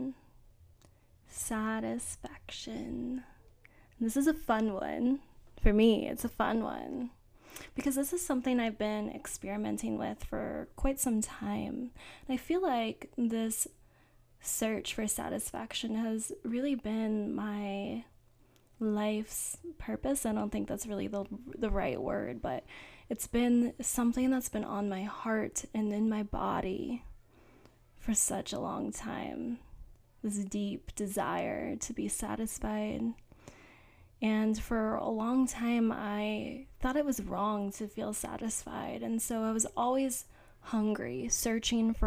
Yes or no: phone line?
no